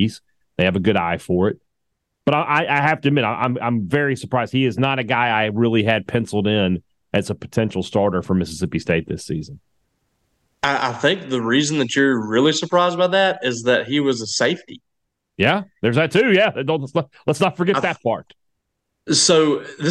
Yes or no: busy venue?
no